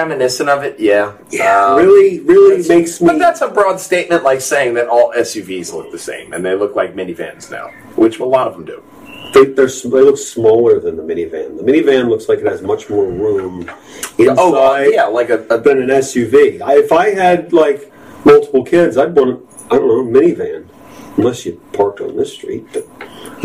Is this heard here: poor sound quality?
yes